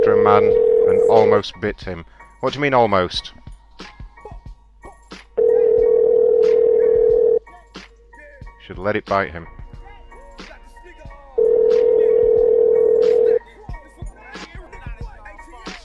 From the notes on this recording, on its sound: We also called in to good old Talkshoe. We called a few businesses to ask about Pokemon and Pokestops.